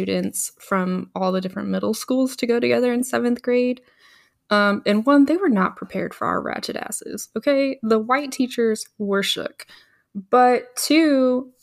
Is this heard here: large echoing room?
no